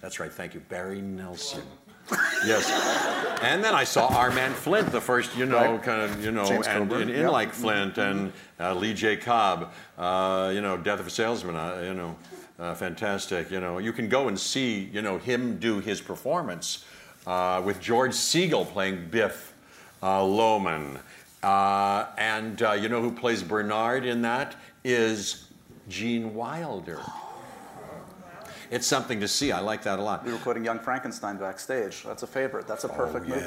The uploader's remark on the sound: Taped in front of a LIVE NYC audience.